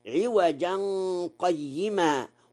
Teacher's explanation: قرأ ورش عوجا قيما وصلا بلا سكت مع الإخفاء